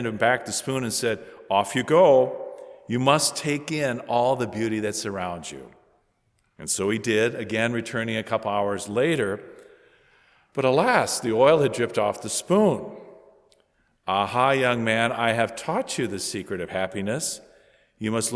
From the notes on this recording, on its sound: From Holy Spirit Church in Creston Iowa